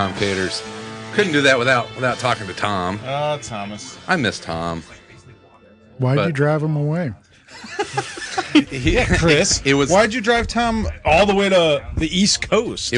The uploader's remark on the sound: Dark Tower Comics was filled with friends on a Friday night to help us send off the show in style. Joins us from the road.